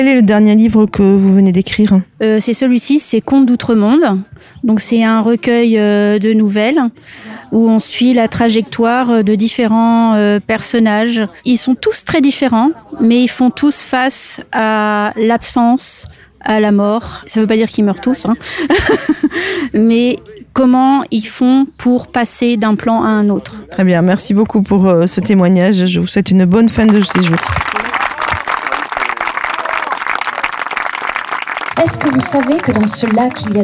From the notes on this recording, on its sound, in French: Un reportage au coeur du festival Nect'Art de Mots à Azur (40)